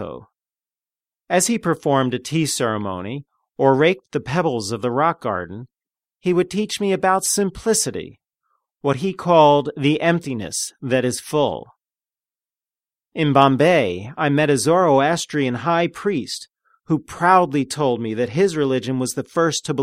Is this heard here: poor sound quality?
no